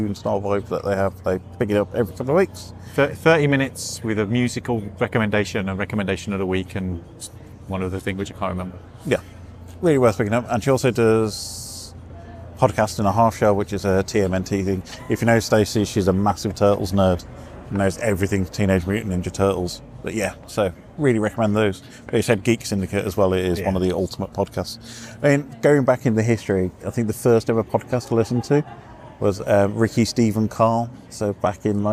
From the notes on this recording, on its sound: as we record during Birmingham Anime Film Festival at the Mockingbird Cinema, Birmingham!